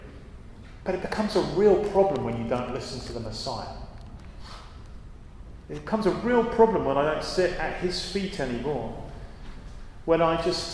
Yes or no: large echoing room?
yes